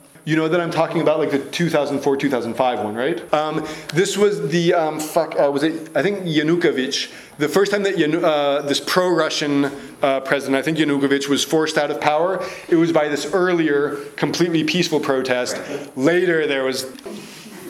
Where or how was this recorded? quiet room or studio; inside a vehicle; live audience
live audience